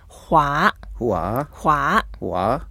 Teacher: it's the second tone, so we go up.